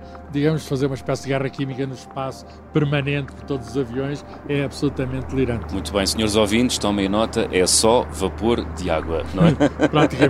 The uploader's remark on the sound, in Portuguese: Estamos no ar a 10 quilómetros do chão! Nada melhor que subir a bordo de um avião - e voar. O ciência pop desta semana foi gravado a 800 quilómetros de velocidade.